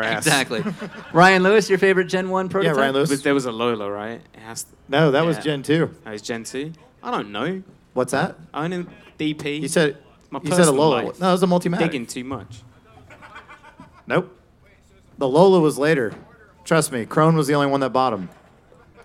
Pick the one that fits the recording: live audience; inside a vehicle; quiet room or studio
live audience